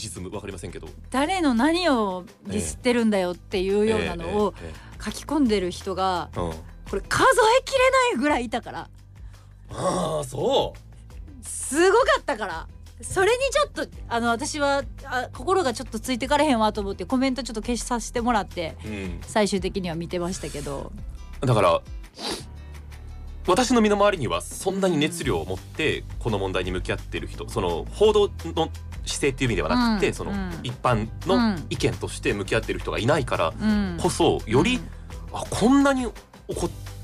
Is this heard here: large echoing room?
no